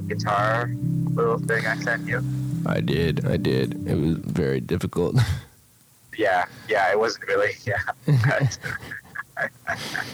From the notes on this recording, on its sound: Now here's 2 seperate Phone calls.